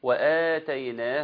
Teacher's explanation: مد بدل يمد بمقدار حركتين